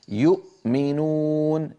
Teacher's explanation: الهمزة قد انقفل مخرجها تماما وزمنها قصير